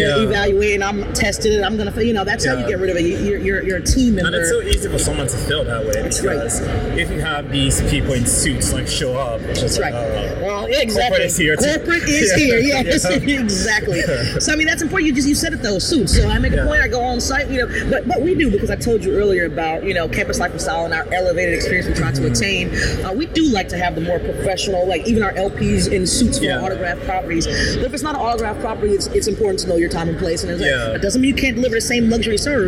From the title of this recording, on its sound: LIVE AT NAA